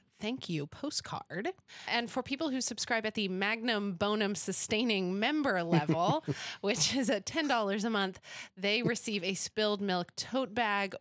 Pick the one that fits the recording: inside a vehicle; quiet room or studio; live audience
quiet room or studio